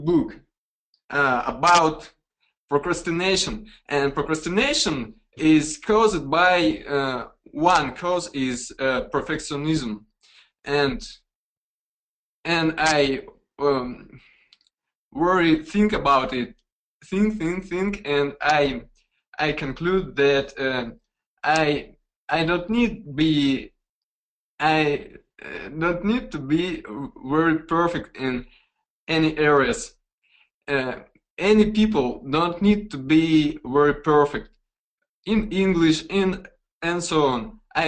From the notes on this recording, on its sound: Recording of monthly VIP webinar call.